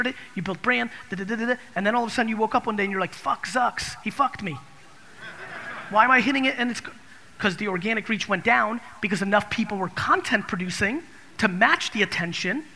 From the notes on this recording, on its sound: This episode is from a keynote I gave in Orlando. At the National Achievers Congress.